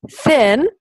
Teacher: it's called a fricative in phonetics. It's basically the air is flowing through a very narrow opening, creating some friction. So you hear sort of almost like a static, like a white noise type of sound.